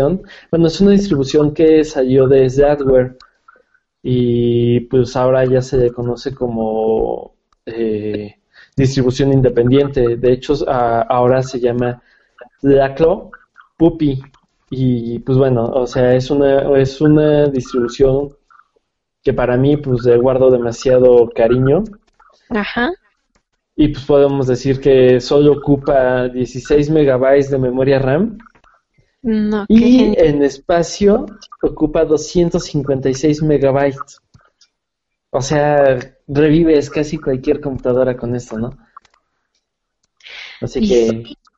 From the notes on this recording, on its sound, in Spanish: Nueva forma de trasmisión en vivo desde Hangout y en vivo en Youtube